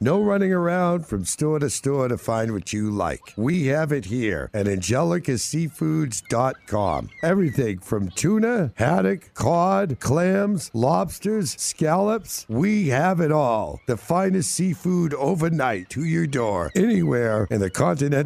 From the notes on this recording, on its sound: "LIVE" from Angel Stadium in Anaheim, CA